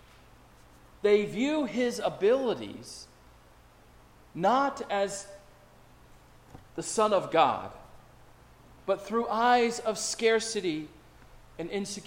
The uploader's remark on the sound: preaches at Prince of Peace Lutheran Church in Kensington, CT.